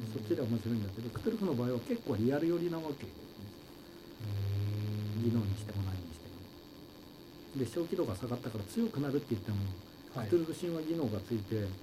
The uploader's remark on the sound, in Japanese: 相変わらず音質が悪く申し訳ないです。次の収録から録音環境を調整します。